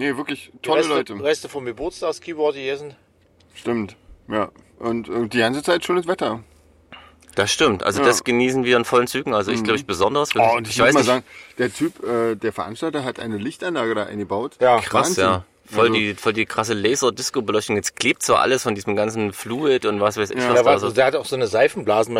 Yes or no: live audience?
no